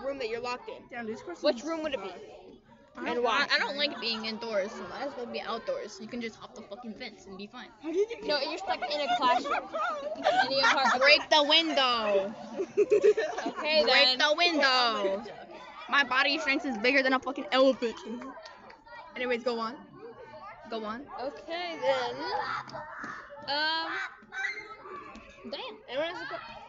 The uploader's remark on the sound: ignore out cussing and the audio lol